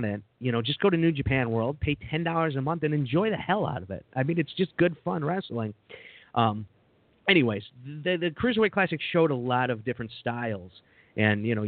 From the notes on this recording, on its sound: Live Call In Show. It's LIVE, anything can happen.